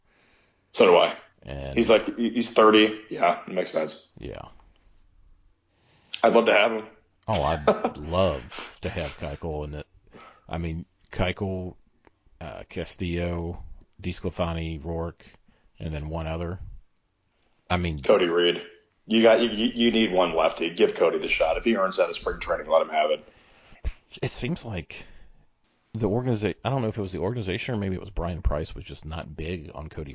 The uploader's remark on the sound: Technical Difficulties Edition